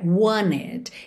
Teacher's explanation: Ignorou a letra T do meio dessa palavra e juntou o N no E.